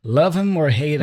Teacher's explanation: we drop the H for him